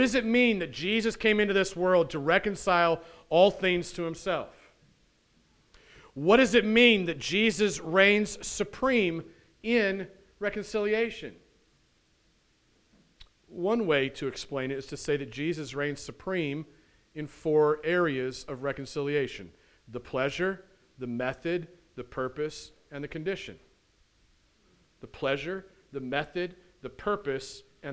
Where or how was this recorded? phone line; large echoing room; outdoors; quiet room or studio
large echoing room